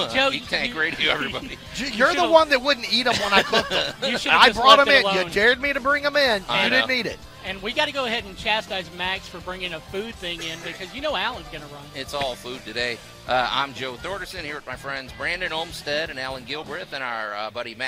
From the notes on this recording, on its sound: out on location at the 2023 Cooper-Young Festival